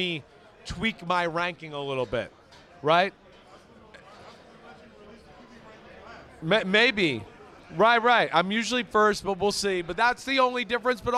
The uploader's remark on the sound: Live Audience Show from Las Vegas!